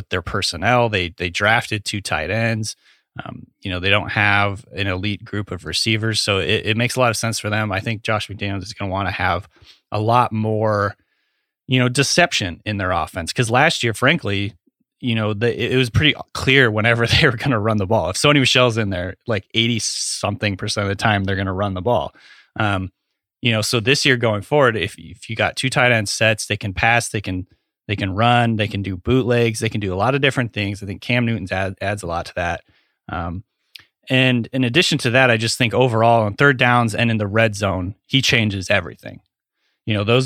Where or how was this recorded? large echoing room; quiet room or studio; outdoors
quiet room or studio